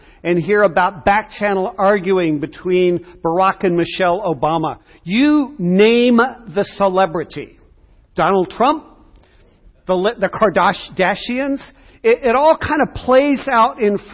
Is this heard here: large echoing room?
yes